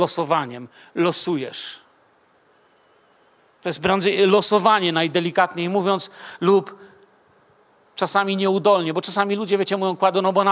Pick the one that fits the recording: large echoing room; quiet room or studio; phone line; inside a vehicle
large echoing room